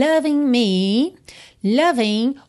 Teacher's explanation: Loving, o G final não é pronunciado, por isso está pintadinho de cinza claro.